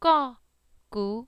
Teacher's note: Instead of ko and ku, it's clear, no air. · Term: no aspiration